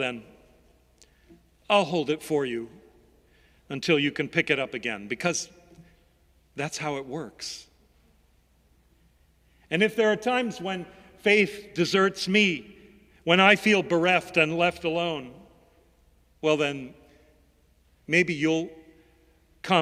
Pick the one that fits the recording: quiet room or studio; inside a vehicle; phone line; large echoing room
large echoing room